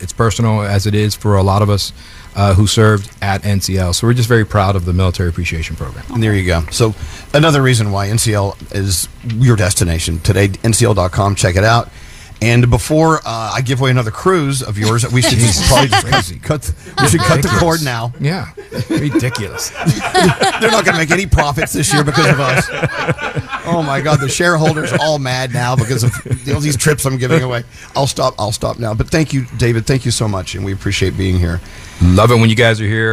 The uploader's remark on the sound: The Day We Broadcast From Norwegian Viva